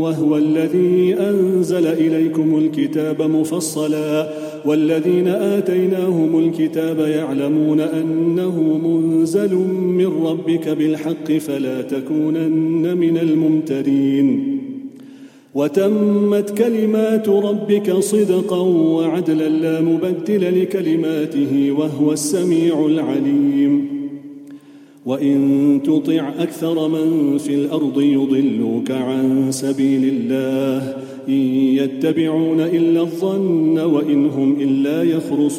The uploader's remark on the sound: Taraweeh Salaah at the Houghton Masjid (West Street)